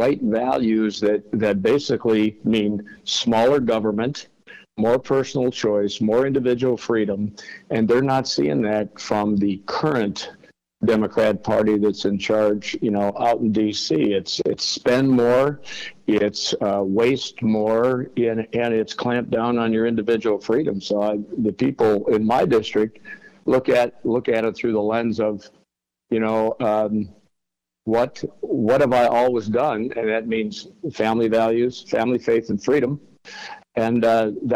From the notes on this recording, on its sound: was able to have a phone call